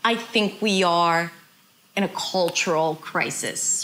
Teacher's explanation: So she slows down on the two words, cultural crisis.